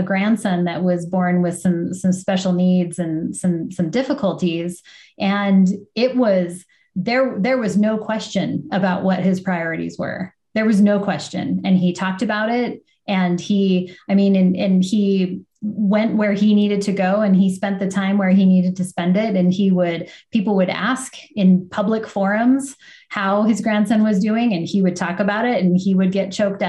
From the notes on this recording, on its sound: Think of it as a video podcast with a live interactive audience.